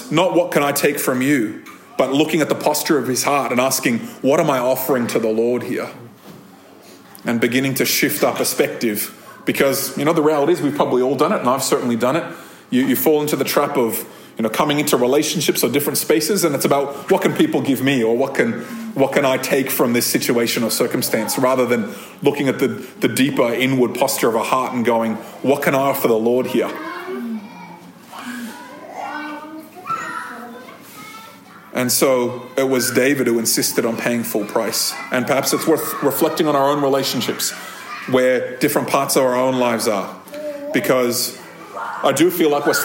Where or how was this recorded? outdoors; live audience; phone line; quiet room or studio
live audience